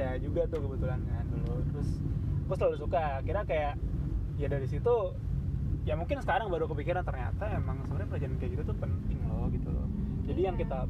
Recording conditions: uneven or low level